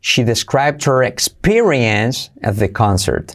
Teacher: She described her, puedo saltar la H de her. She described her experience at the concert.